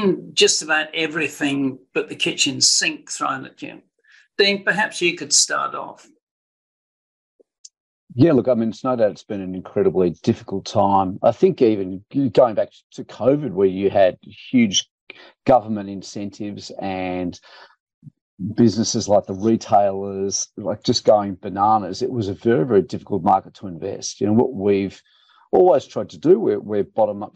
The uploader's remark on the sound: Watch or listen to the webinar recording for we asked a panel of three Small Cap Managers' opinions.